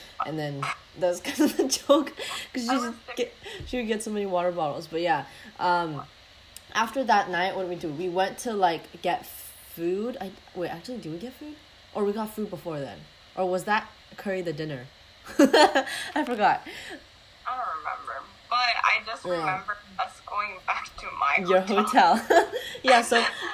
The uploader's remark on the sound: apologies for the background noises/technically difficulties